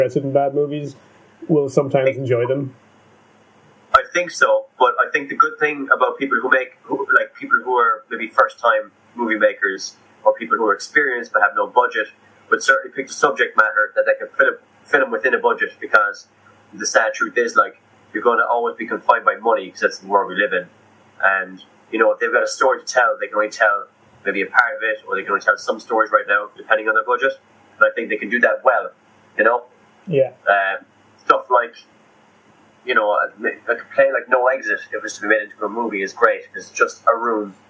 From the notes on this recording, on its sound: Joined from across the Atlantic. Podcasting via Scype is presenting some difficulties with keeping background noise down, but the quality is not bad!